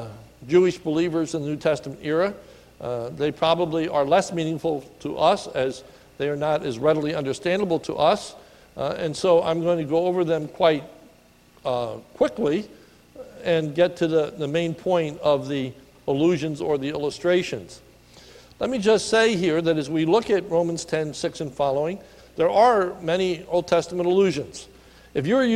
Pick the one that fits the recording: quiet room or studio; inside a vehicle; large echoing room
large echoing room